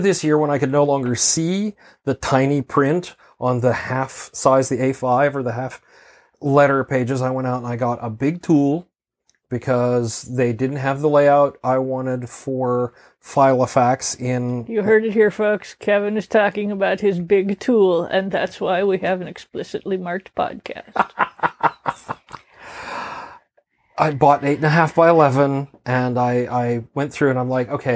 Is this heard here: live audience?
no